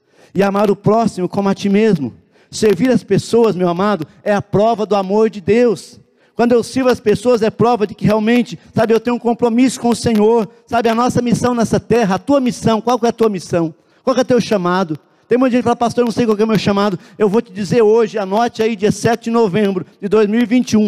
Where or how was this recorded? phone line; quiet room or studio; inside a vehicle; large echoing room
large echoing room